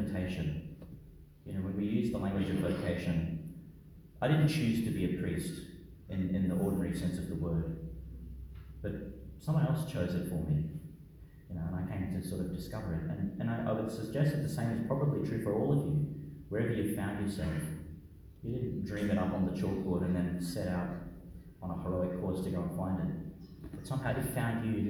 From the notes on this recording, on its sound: delivered in Our Lady Star of the Sea Church, Gladstone, Qld.